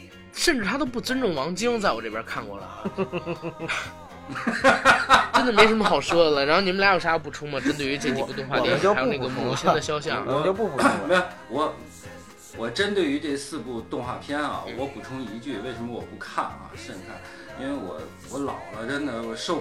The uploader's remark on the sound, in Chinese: 节目剪辑本次不是主播团队，大致背景音乐较大。